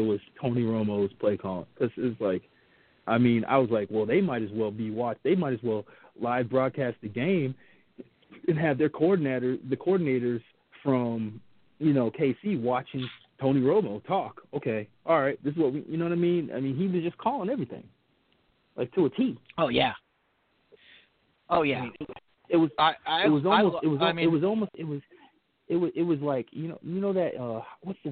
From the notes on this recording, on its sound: live phone calls